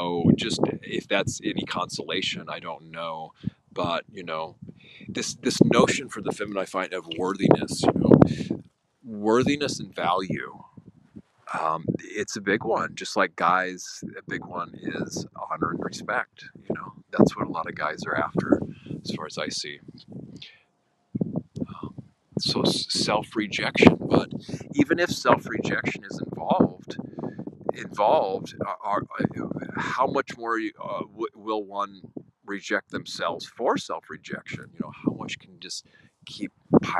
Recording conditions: wind noise